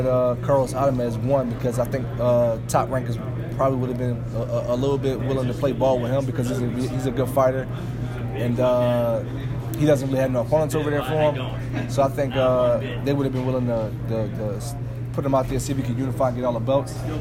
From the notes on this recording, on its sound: press conference at the Liacouras Center in Philadelphia